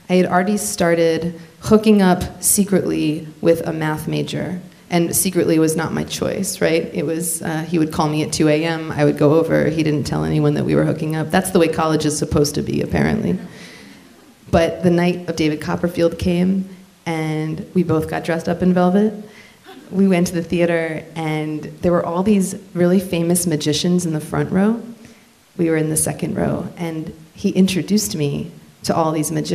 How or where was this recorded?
live audience